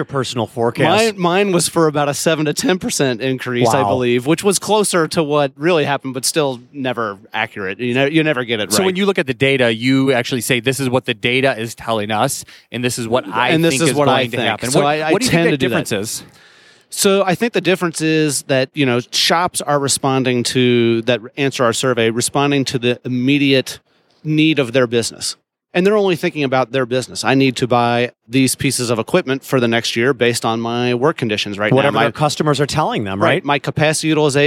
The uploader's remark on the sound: Live from IMTS 2018